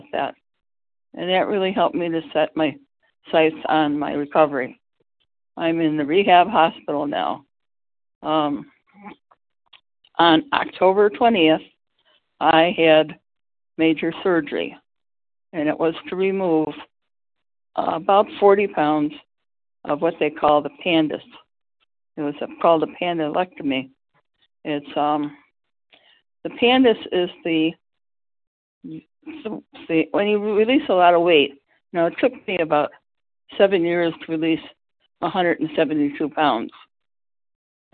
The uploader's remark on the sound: The 100 Pounders Phone Meeting on 11/10/20.